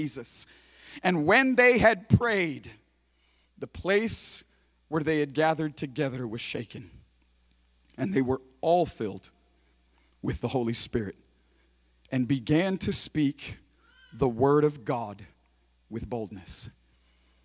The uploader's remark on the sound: preaching for Converge Conference at Griffin Center Pointe Church in Griffin, GA.